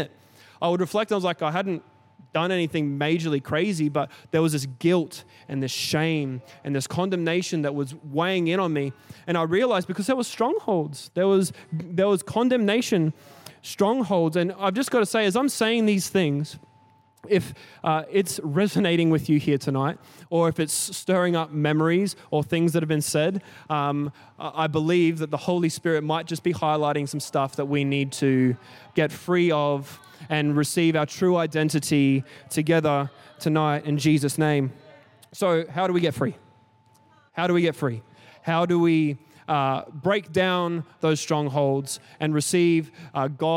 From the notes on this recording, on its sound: Recorded during our 5pam service on Sunday, the 7th of May 2023